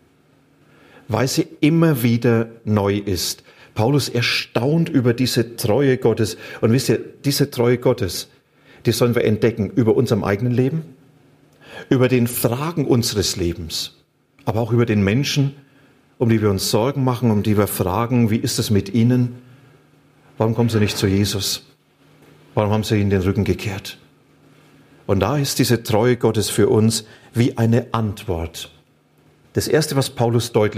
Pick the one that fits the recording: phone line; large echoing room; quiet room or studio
large echoing room